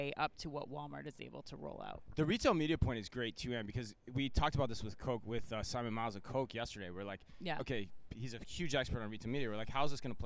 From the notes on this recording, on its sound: In the latest edition of the Omni Talk Fast Five live from Shoptalk Europe in Barcelona.